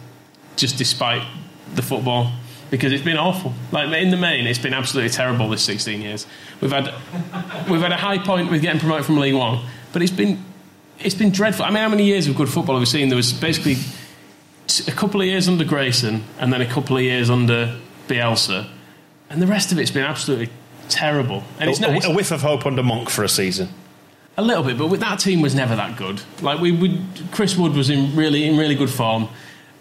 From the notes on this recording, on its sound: Live Campeoncast! Recorded live at the Brudenell Social Club.